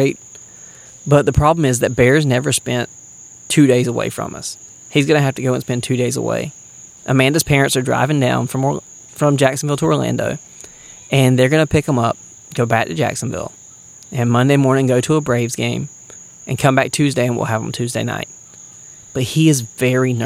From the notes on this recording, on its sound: Recorded at Fort Wilderness while camping on Disney property with the family.